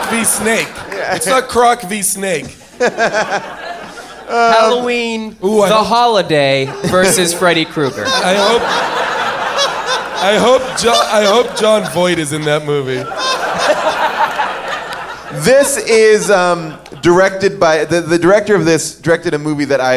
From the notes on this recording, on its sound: LIVE from Largo in LA. Audience Q&As.